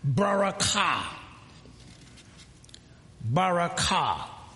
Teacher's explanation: The accent is on the ka